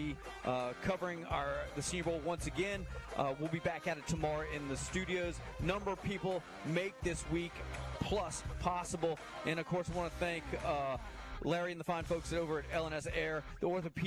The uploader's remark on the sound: live from the Senior Bowl on a Thursday edition